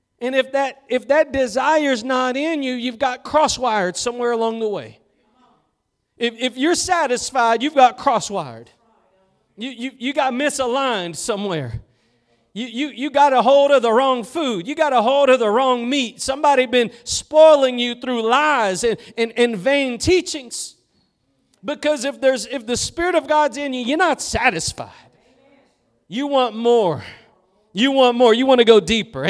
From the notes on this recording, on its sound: Preached at Gospel Lighthouse in Bossier City, La.